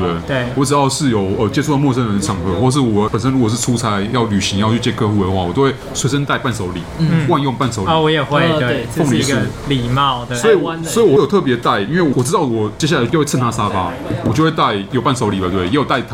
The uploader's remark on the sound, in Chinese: 本集白噪音指數：蚊風級 1/5。錄音地點： BUZZ Cafe & Beer。